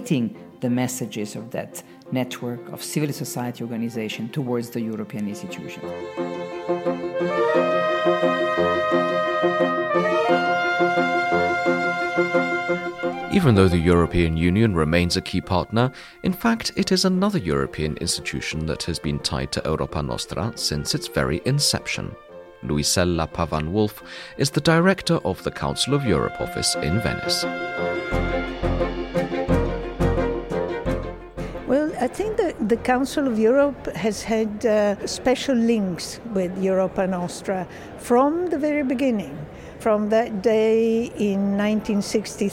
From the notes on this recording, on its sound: This podcast series was recorded during the European Cultural Heritage Summit held in Venice in September 2023. This podcast series was recorded during the European Cultural Heritage Summit held in Venice in September 2023.